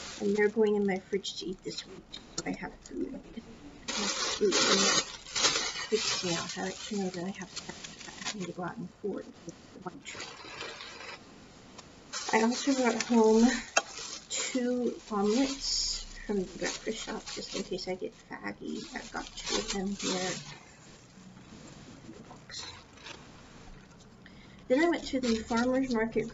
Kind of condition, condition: fault, poor sound quality